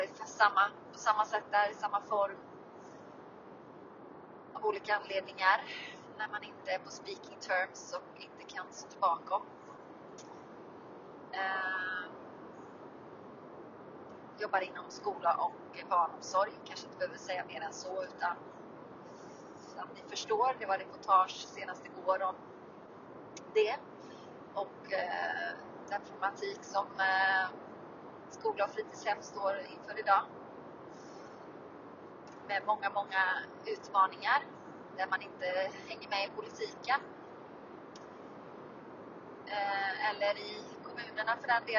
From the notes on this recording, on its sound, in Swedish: Ursäkta om ljudet är dåligt